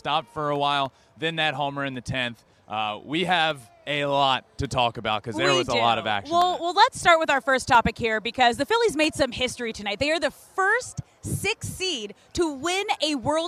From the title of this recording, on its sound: WORLD SERIES POST GAME SHOW LIVE FROM MINUTE MAID PARK